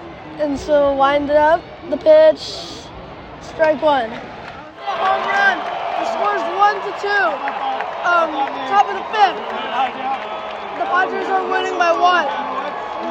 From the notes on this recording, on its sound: From Petco Park. We’ll go to PetCo and listen to the sounds of the game. While we watch the Dodgers crush his team.